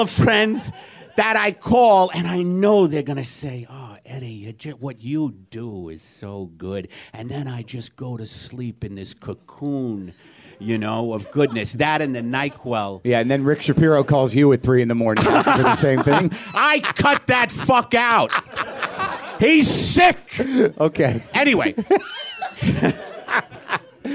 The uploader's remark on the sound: WTF brings the house down with another live show at the UCB Theare in Los Angeles